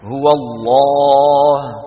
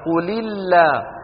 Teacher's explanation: تفخم العرب اللام بإجماع من لفظ الجلالة الله، وذلك إذا سبق بفتحة أو بضمة · Shown in: first take